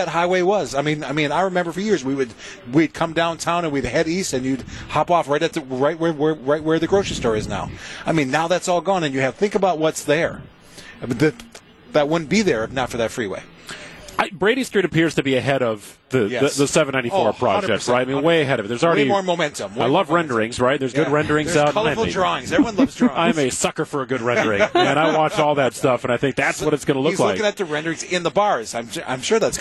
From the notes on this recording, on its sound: We broadcast live from the Pella Windows & Doors of Wisconsin Mobile Studios at Summerfest!